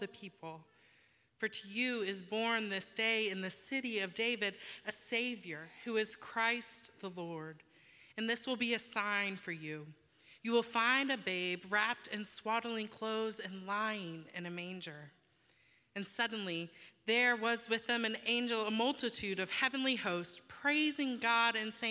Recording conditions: large echoing room